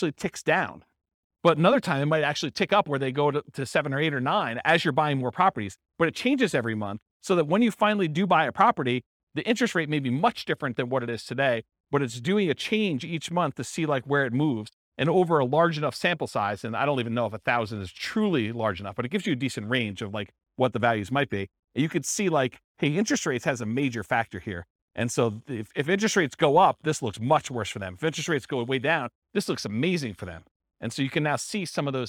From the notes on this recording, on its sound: This was a live class recorded